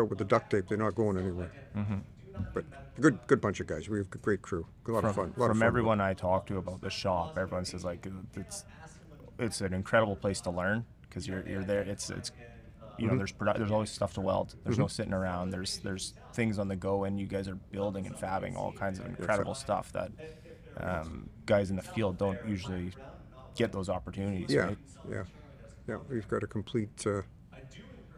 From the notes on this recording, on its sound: This episode was recorded in December at a MIRA event held at UA Local 170's Hall. The HALL PODCAST studio was recreated in the hall for guests to join.